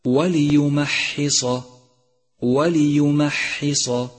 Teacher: فانتبه لكسر اللام ولترقيق الميم ولهمس الحاء وتفخيم الصاد